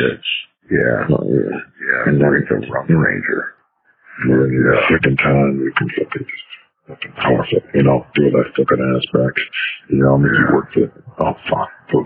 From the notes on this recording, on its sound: Please forgive the bad audio quality.